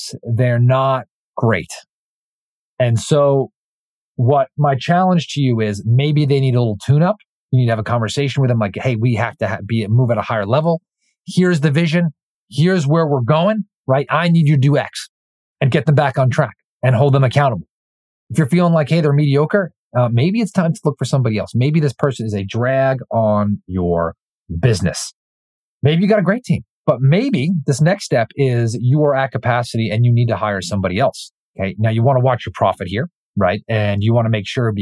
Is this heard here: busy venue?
no